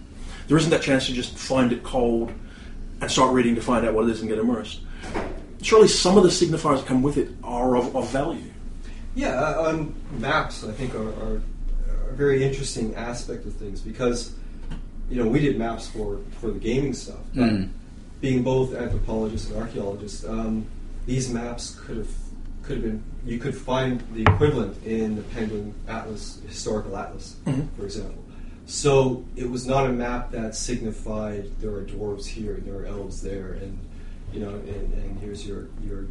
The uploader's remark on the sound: Continuing the series of podcasts we recorded in Saratoga Springs at the World Fantasy Convention.